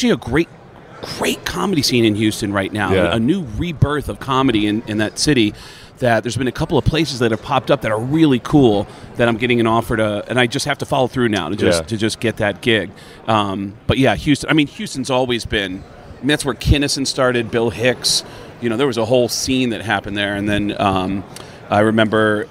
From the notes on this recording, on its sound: live from Las Vegas on Radio Row